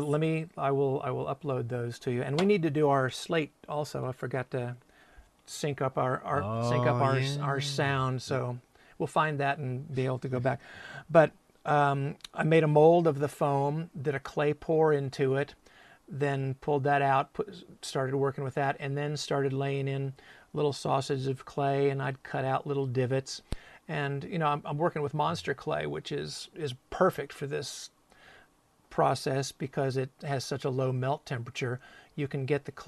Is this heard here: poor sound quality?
no